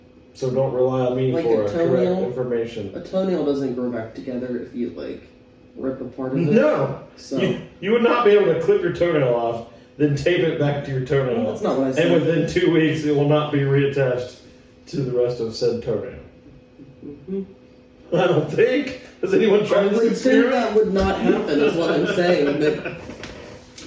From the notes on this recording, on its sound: The first half of the episode just possibly might have some audio issues. It definitely has audio issues but I promise it gets better.